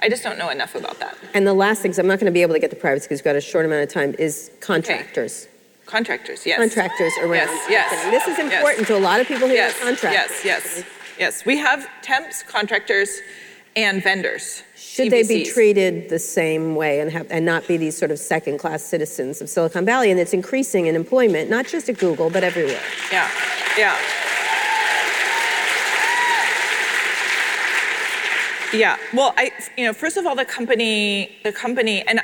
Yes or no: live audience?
yes